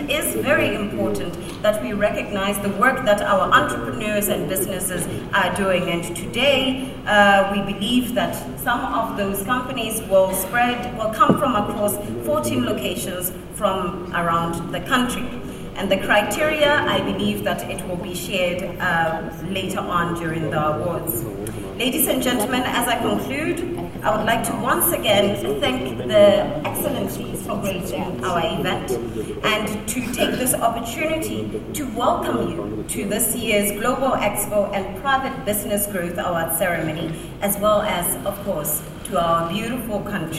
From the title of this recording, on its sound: Remarks at The Global Expo 2018 Official Opening